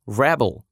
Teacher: rebel, существительное с ударением на первый слог, мятежник, мятеж, бунтовщик, бунт.